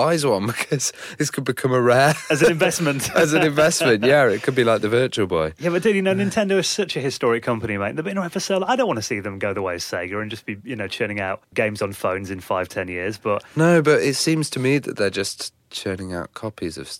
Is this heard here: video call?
no